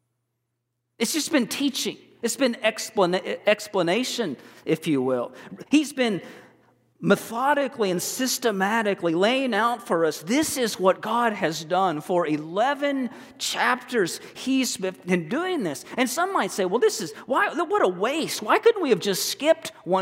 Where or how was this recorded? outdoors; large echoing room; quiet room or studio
large echoing room